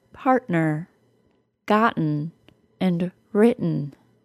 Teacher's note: The glottal stop is also the sound I am saying in the word partner, gotten, and written. The glottal stop will happen when the T comes after a vowel or R sound and before an N sound or an M sound.